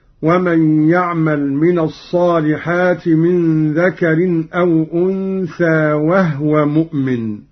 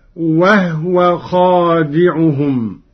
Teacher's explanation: قرأ قالون بإسكان الهاء هكذا